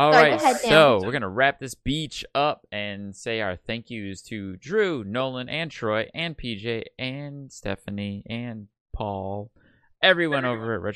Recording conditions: drop-outs